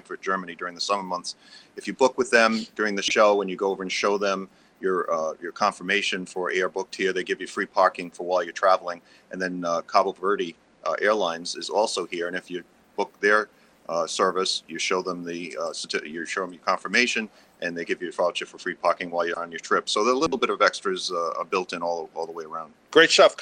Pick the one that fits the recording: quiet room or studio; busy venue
busy venue